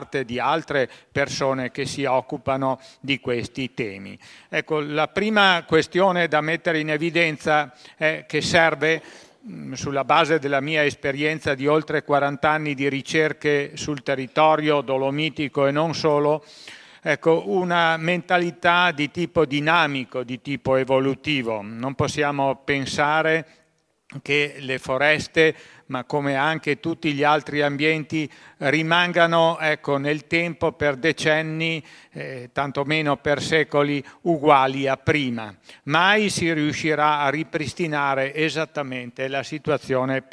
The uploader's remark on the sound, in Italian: Sono state proposte alcune delle registrazioni di interventi svolti al convegno. Organizzato a Belluno dalla fondazione Giovanni Angelini – Centro studi sulla montagna.